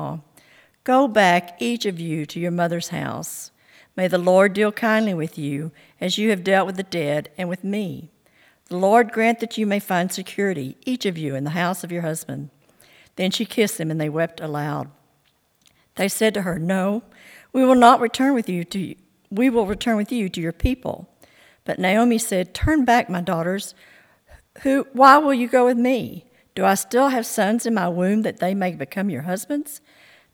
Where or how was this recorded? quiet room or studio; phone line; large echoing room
large echoing room